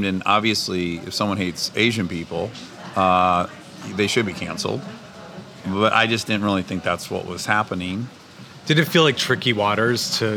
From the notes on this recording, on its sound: Over a burger and fries. This episode was recorded at Cara Restaurant at the Cara Hotel in Hollywood, CA.